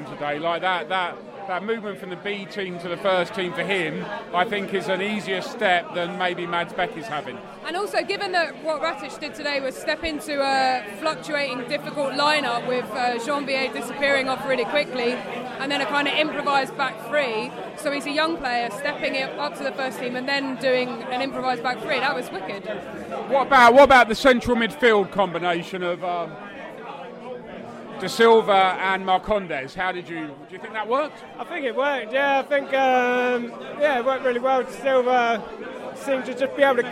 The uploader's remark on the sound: post-match podcast from the pub